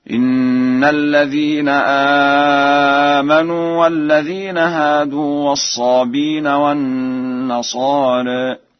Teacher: قرأ ورش الصابئين بحذف الهمز هكذا